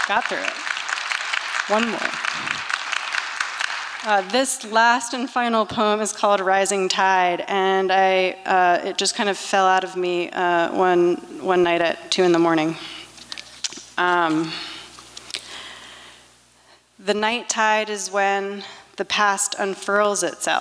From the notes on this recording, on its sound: 2023 FPG-Liberty Theatre-Friday Night. Performance was recorded at the Liberty Theatre in Astoria, OR on Friday, February 24th, 2023.